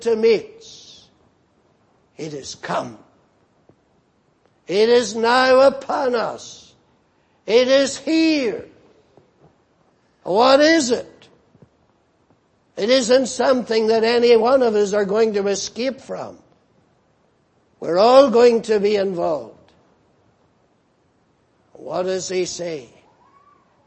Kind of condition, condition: setting, large echoing room